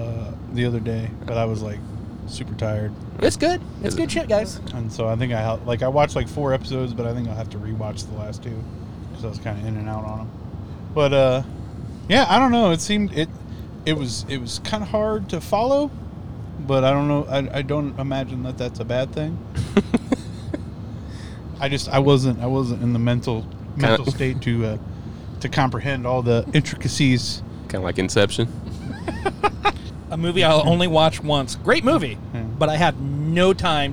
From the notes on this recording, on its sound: This episode we decided to do something different and did the show in the van coming back from Findlay East.